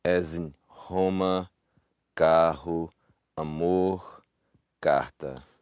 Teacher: that's the R sound, which is a voiceless velar fricative